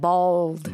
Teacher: you definitely have to do that throat, like at the back of your throat, that L sound